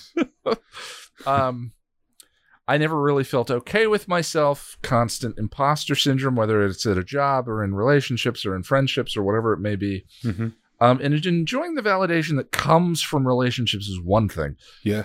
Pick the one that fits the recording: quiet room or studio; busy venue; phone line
quiet room or studio